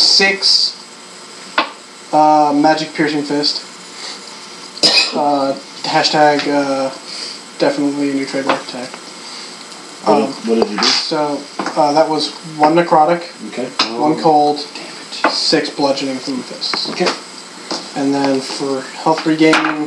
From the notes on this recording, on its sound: The audio is good quality as we are in person but there is a white noise that i could not remove.